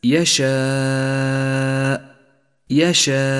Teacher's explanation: ثالثا، لاحظ المد المتصل في كلمة يشاء يشاء، اجتمع حرف المد وهو الألف مع الهمزة في كلمة واحدة، والواجب هنا أن نمد هذا المد خمس حركات وجوبا